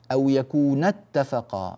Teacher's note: الآن يتكلم عن أو يكون اتفقا في مخرج أو يكون اتفقا، يكونا هذه بألف تثنية لكن تحذف الألف لالتقاء الساكنين ويدل عليها بضغطة في الصوت نبر